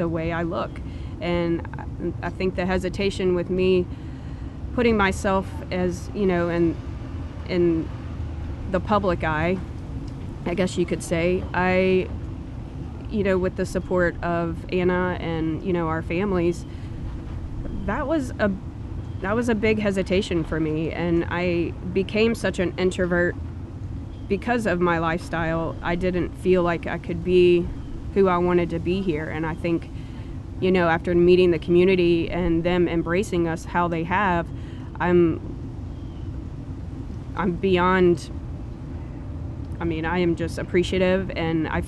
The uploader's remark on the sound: On Columbia Street in the heart of downtown Covington, you'll find Cured. Joined us in their back garden.